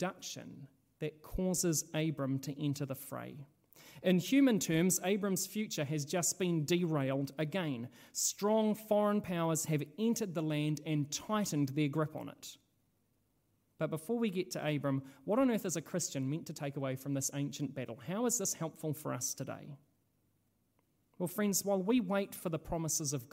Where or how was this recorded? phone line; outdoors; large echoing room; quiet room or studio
large echoing room